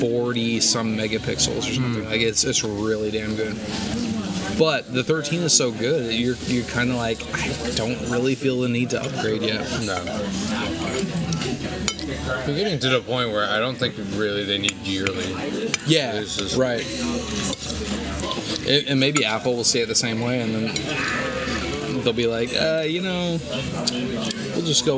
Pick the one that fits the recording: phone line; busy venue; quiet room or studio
busy venue